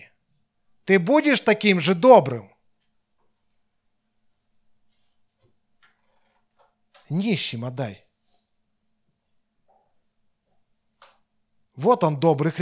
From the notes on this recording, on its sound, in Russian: Запись воскресного служения Церкви в Евпатории.